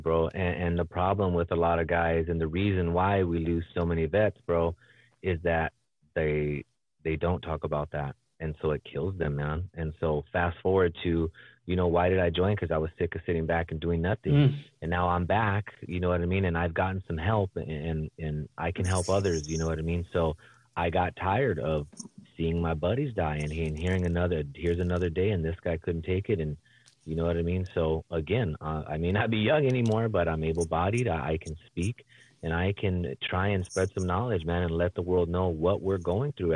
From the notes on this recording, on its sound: phone interview